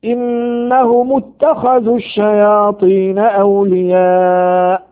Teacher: مد متصل حكمه الوجوب يجب مده بمقدار 4 أو 5 حركات